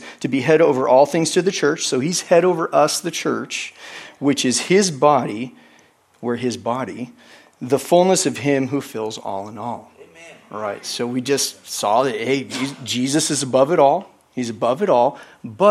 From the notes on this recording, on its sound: is from the Wednesday service on June 14, 2023 at Harvest Bible Church in Stockton, CA.